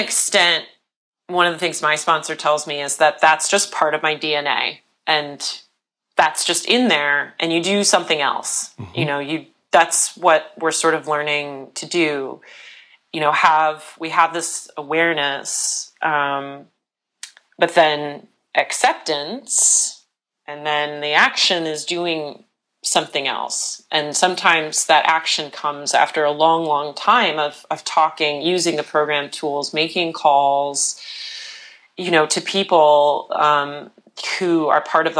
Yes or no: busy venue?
no